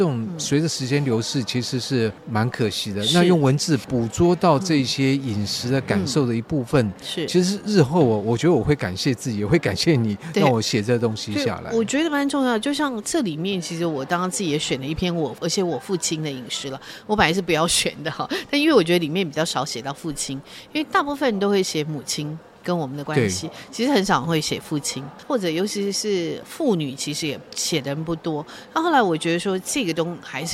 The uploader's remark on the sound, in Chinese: 活動現場訪談